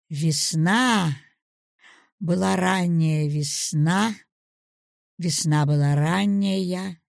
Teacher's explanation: Гласное ударного слова в конце расширяется, увеличиваясь в объеме. · Term: ударение продолжением